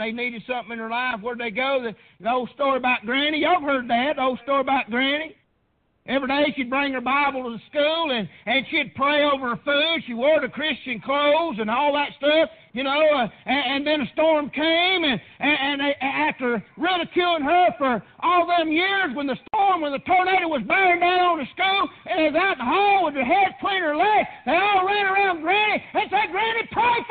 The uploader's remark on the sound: Preached on Father's day at Prayer Baptist Church.